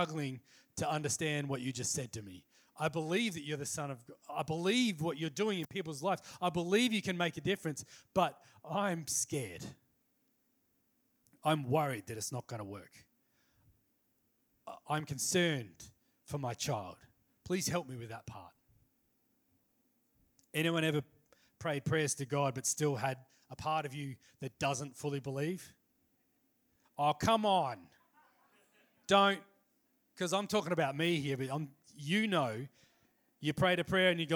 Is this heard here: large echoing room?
yes